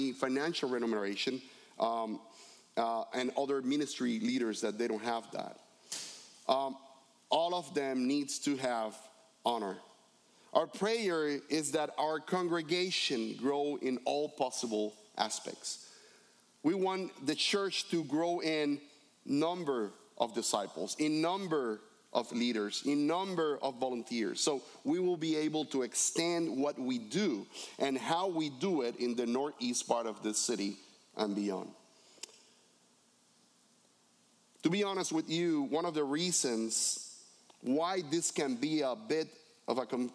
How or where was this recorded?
large echoing room